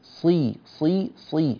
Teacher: لم تخلص كسرة الصاد، أخلص الكسر، صي صي صي هكذا، نعم مفخمة ولكنها مكسورة بكل ما تعني الكلمة من معنى صي.